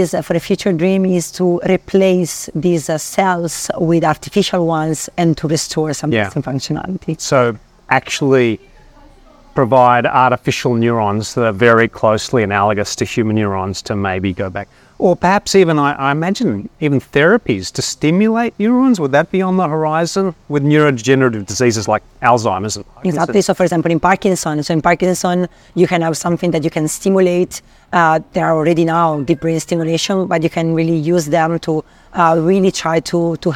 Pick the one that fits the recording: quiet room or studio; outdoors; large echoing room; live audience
outdoors